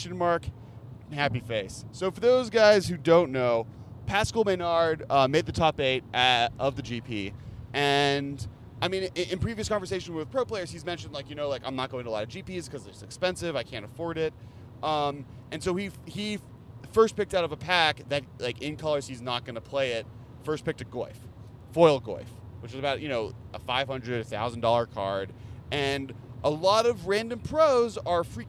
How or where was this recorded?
inside a vehicle